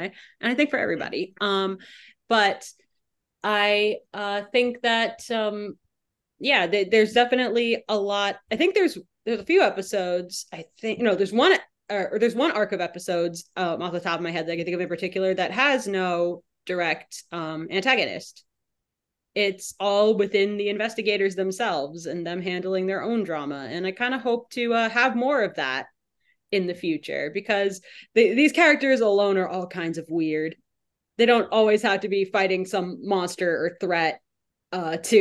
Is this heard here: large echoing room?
no